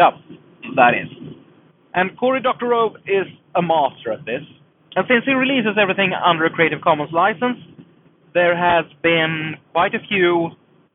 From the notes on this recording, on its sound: Inspirational stories told on the road A few months ago I went on a longer trip, alone in my car. As many podcasters before me, I decided to record an episode. It sounded quite bad, but after some sound wizardry I think it can pass for an HPR show.